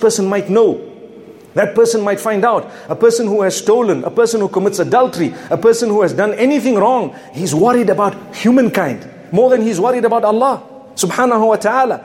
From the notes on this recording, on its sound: Friday Jumu&#8217;ah Lecture from Masjid Al Falaah in Harare Zimbabwe